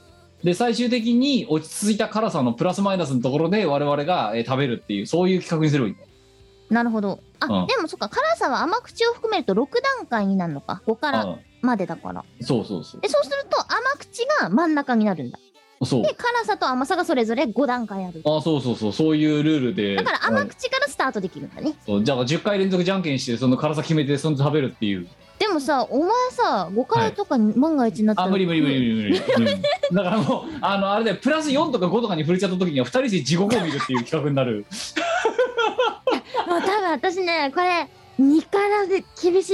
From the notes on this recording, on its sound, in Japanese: 本番組はリモート収録です。収録時環境の影響により、聴き取り辛い部分があります。途中でノイズ等入りますが、収録時のものです。